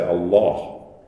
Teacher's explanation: the way this is pronounced in Arabic, the L is darkened, and it's people say Allah, which has the effect of changing the colour of this vowel as well. It's the only L in Arabic that stands by itself that has that dark pronunciation.